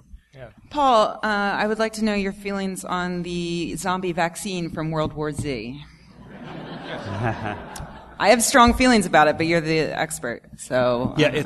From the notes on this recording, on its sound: Live from NECSS 2014. Live Q&A.